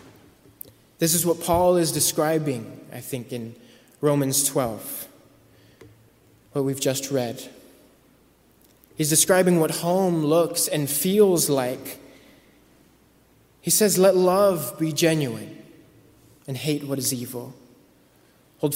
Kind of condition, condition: setting, large echoing room